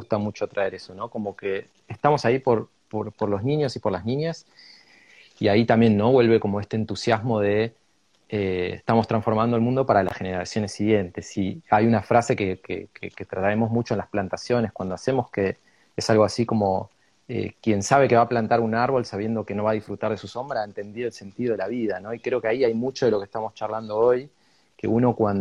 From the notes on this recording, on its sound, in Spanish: Audio de la charla en vivo por Instagram